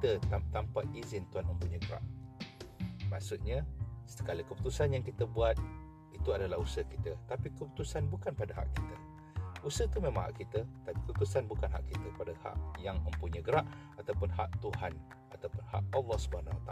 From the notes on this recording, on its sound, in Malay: Membawang di outdoor tengah testing podcast pakai phone. Podcast ini di lakukan hanya menggunakan handphone sahaja. Outdoor dan pakai wireless headphone and mic..